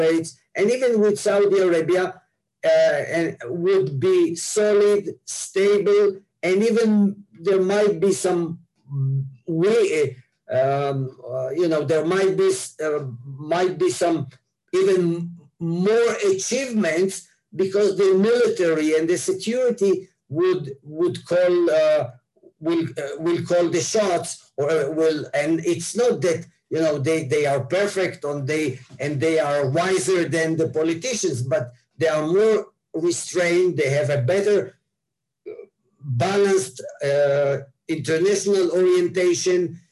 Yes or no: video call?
yes